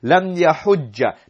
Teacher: inshaallah ya hujj lam yahujj lam yahujj difficult to pronounce and so what we do is we put a fatha there lam yahujja because we have the meeting of two sukoons